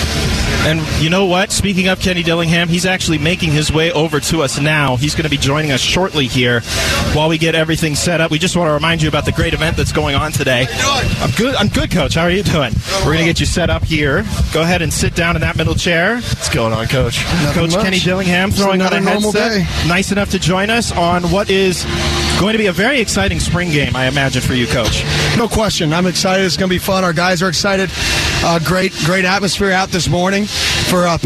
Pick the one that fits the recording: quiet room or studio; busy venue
busy venue